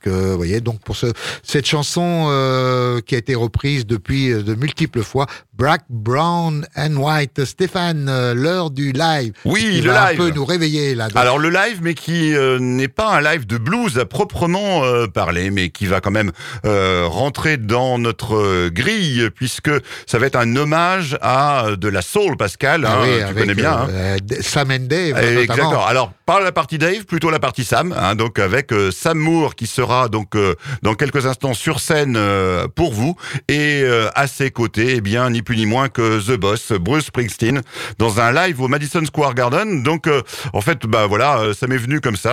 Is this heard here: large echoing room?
no